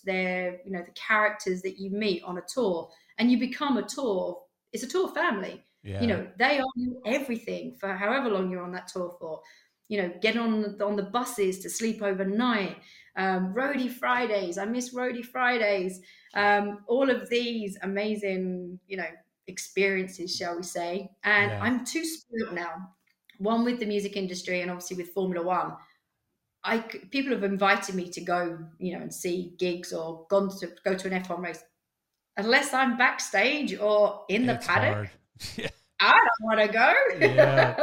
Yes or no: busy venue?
no